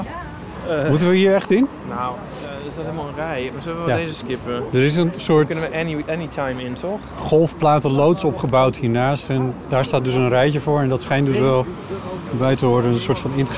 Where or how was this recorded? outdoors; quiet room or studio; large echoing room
outdoors